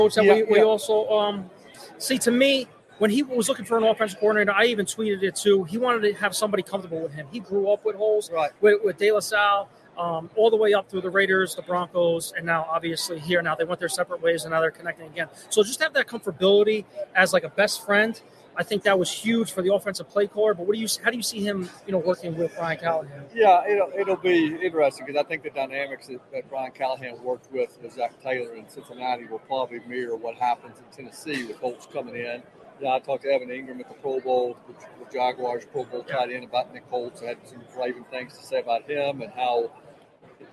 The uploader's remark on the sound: Live At Super Bowl!